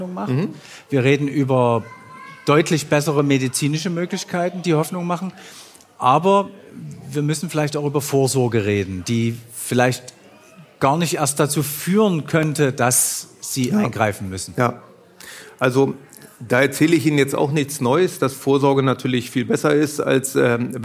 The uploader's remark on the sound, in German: live vor Publikum aufgezeichnet